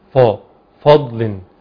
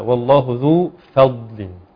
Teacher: فضل عند الضاد مفخمة والفاء مرققة · Shown in: second take · فتبعا لتفخيم الضاد الناس هتفخم الفاء فيقرأ كده ف فضل لما الصحيح أن يقرأ هكذا والله ذو فضل.